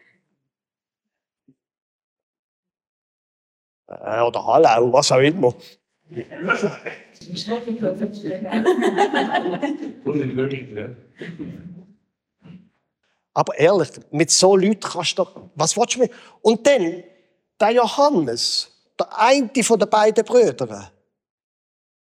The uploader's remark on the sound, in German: Gottesdienst am Generationen-Wochenende im Begegnungszentrum Rüdlingen